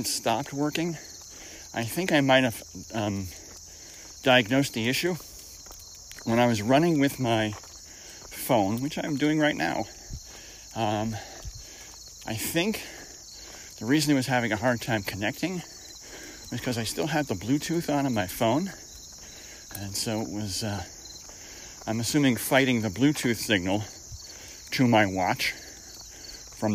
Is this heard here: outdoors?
yes